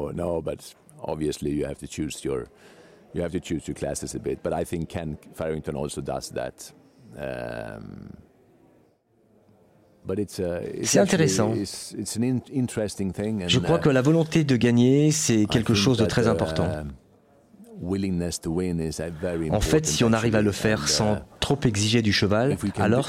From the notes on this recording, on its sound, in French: enregistré il y a quelques semaines au coeur du CHI de Genève